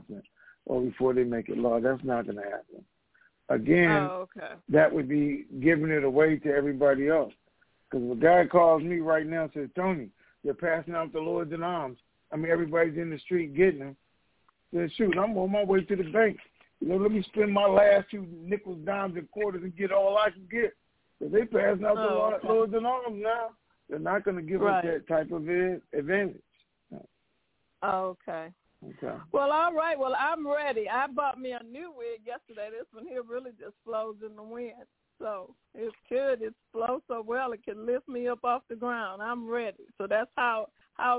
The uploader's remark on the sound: TNTSuperfantastic Conference Call